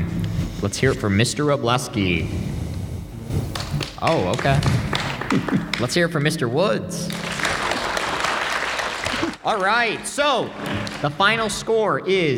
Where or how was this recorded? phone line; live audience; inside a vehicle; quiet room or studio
live audience